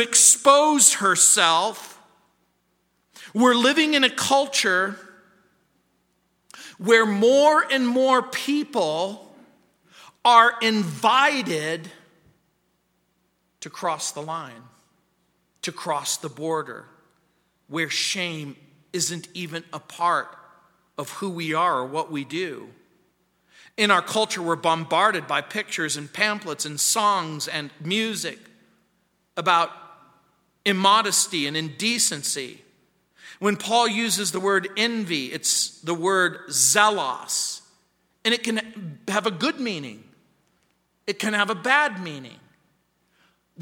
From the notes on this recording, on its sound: at Calvary South Denver in Littleton CO